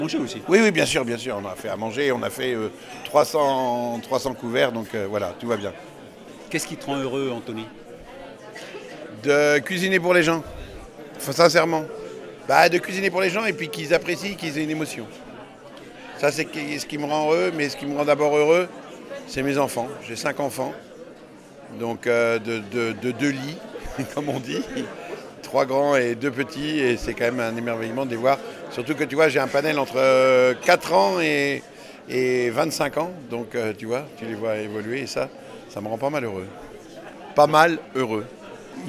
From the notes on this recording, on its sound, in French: cette Balado au festival Longueur d'Ondes à Brest